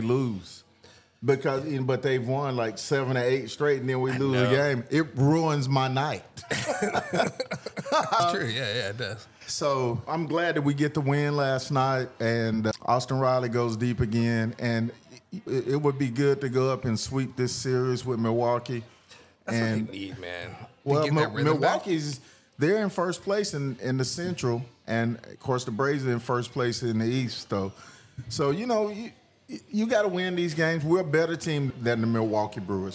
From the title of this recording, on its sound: Live at the Best Damn Detailer car show